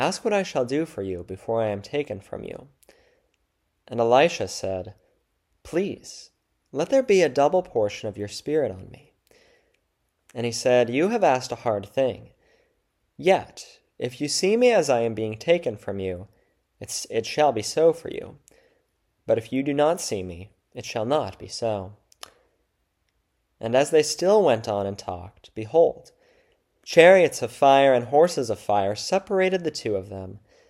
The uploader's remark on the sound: February 11, 2024 Church Service.